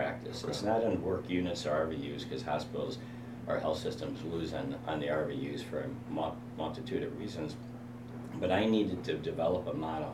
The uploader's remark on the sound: Each interview was conducted as part of the MGMA Live experience onsite at MGMA19 | The Annual Conference in New Orleans